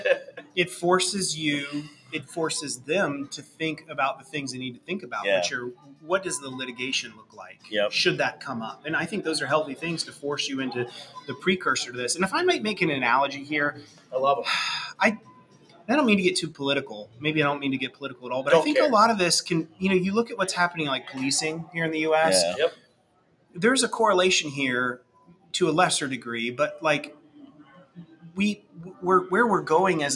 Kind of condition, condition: setting, busy venue